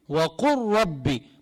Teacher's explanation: أما بالراء كما نقول وقل ربي، وقل ربي، ما بقول وقل ربي، هنا اللام تضغم بالراء، فبقول وقل ربي، وقل ربي، قولوها وقل ربي، ما بقى في لام، عم بلفظ راء مشددة